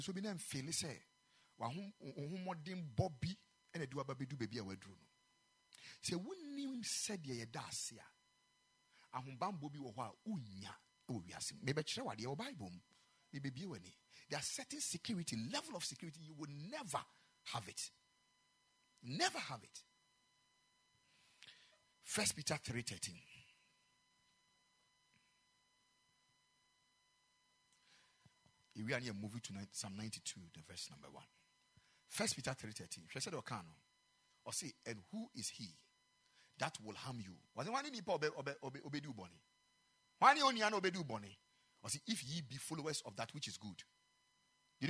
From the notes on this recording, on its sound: Preached at the Ekklesia Chapel